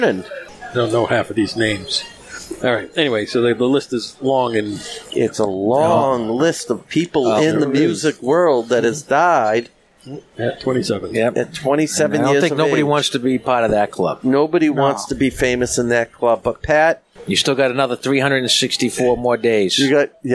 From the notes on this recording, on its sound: Local Spotlight: Boston cigar Club, Charlestown, MA. Our first episode from the Boston Cigar Club.